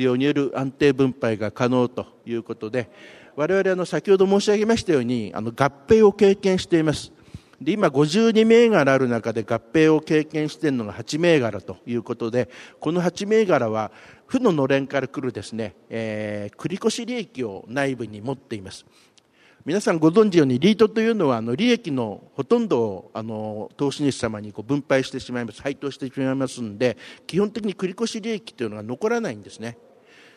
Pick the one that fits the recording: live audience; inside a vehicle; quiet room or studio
live audience